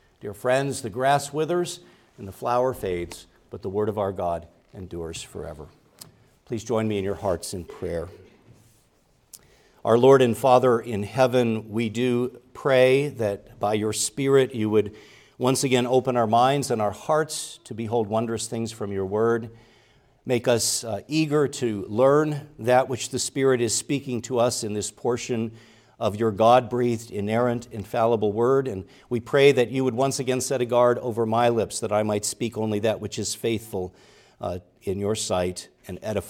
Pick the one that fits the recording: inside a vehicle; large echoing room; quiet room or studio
large echoing room